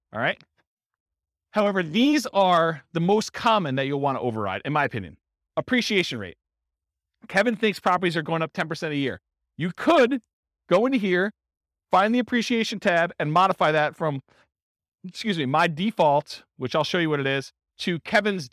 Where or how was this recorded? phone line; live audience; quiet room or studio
live audience